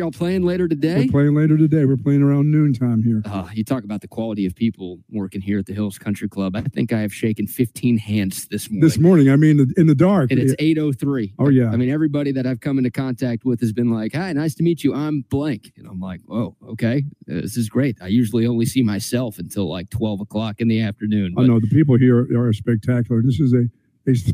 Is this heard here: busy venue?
yes